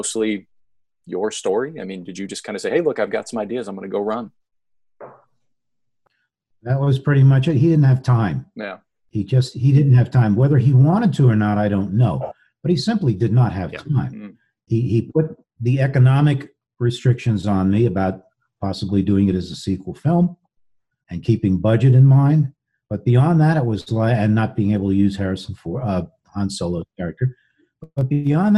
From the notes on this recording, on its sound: This episode was recorded remotely via Zoom and as such the sound quality may not be up to the usual high standards of the podcast recorded in the studio. We hope the content will make up for any deficiencies in the audio.